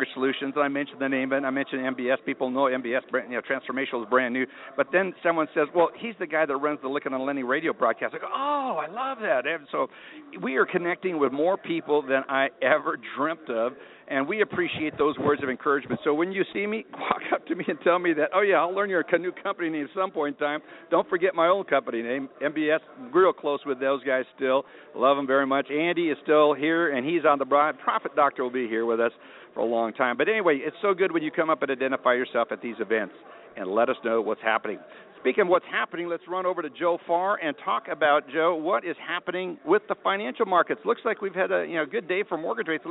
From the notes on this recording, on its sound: Broadcasting "live" from the Motivity User Conference in Denver. Interviewing various executives of mortgage companies here at the conference.